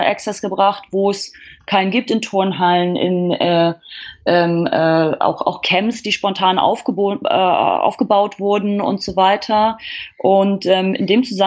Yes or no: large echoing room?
no